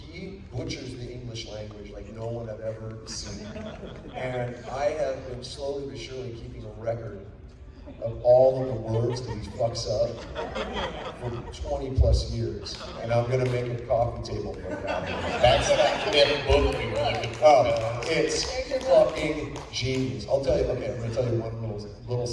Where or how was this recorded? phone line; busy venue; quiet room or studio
busy venue